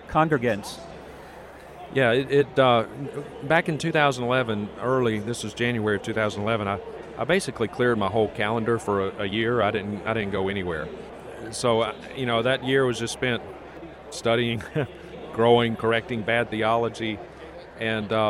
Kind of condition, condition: setting, busy venue